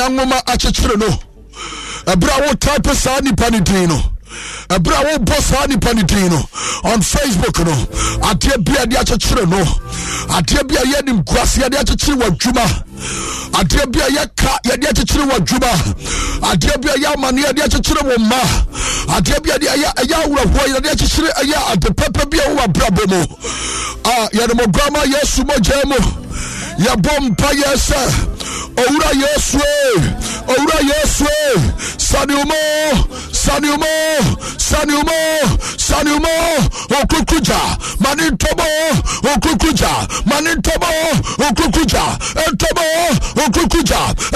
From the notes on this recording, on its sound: Live worship &prayers